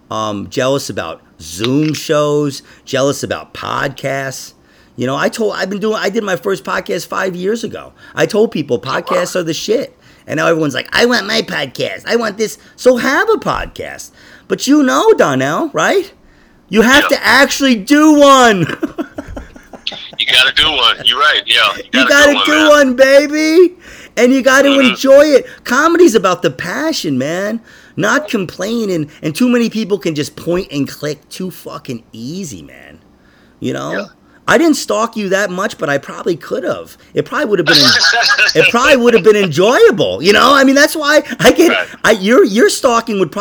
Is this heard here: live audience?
no